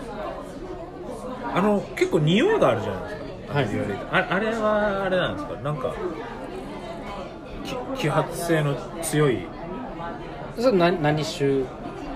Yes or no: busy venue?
yes